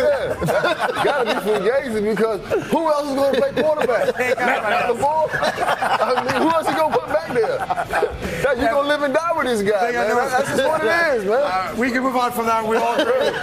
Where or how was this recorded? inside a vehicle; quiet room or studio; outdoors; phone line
outdoors